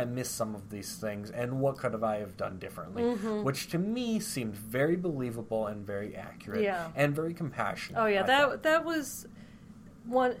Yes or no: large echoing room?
no